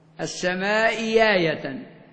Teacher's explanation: من السماء آية، همزتان إحداهما في آخر الكلمة الأولى مكسورة والأخرى في أول كلمة الثانية مفتوحة. في قراءتنا هو تسهيل الثانية بإبدالها ياء خالصة